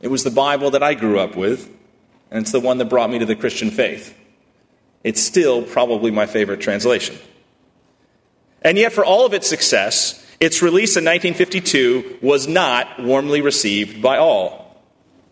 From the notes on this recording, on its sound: at First Congregational Church of Houston on December 9, 2018